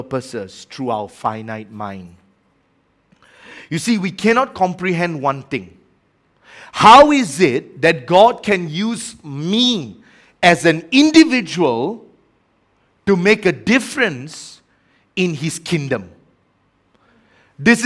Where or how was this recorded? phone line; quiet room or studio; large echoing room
large echoing room